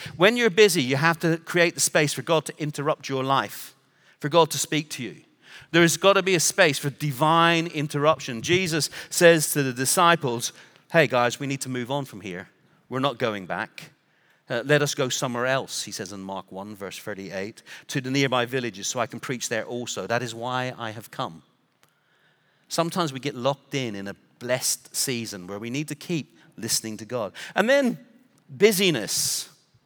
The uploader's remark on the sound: Recorded Live at Brookwood Church on 01.014.2024